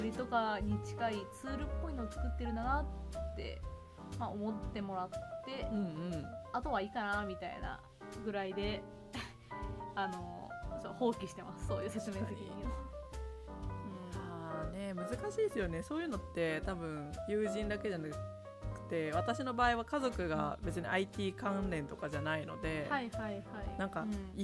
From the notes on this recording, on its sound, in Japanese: 今回、編集の関係上音声が少し小さくなっております。